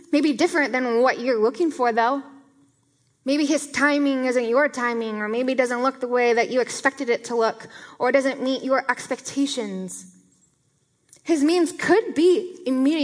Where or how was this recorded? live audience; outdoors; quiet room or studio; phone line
live audience